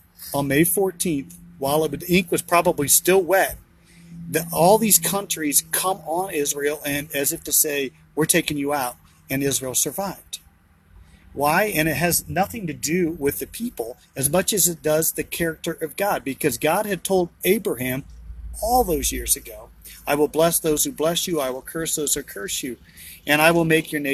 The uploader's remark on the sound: BROWN BAG IN THE VAN!